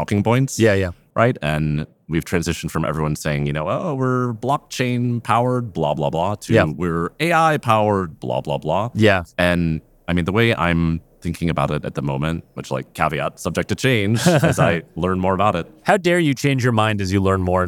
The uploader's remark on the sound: Live from Money 20/20 in Las Vegas